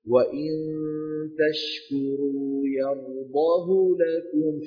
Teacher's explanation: فعم ينبه الطيبي، عم يقول: لا تفهم يا أخي إذا قرأت أن حفصا قرأها بالاختلال يعني خطف الحركة، لا، هنا يعنون بالاختلال عدم الإشباع للكسرة حتى يتولد منه ياء، يقرأها بكسرة كاملة لكن غير مشبعة حتى يتولد منها ياء. هكذا: وإن تشكروا يرضاه لكم.